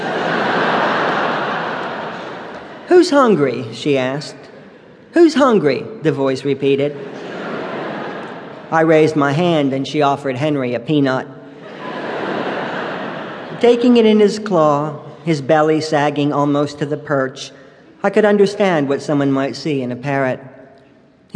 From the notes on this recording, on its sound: Live at Carnegie Hall Audiobook. Recorded live on October 22, 2002 in New York City. Just when his modest voice seems to get swallowed up in the environment, he delivers a punch line with such precision and clarity that the audience can't help but fall hard for him.